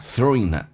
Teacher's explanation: throwing 跟 it 有一个连叫 throwingit，以 ing 结尾可以把 g 去掉，用 n 跟 i 形成一个连音叫做 throwingit